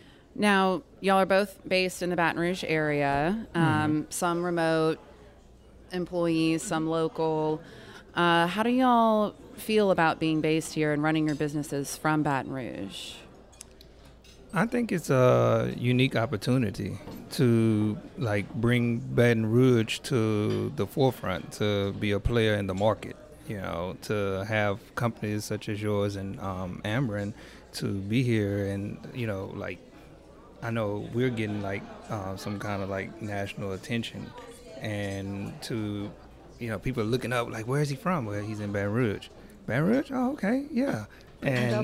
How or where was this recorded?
busy venue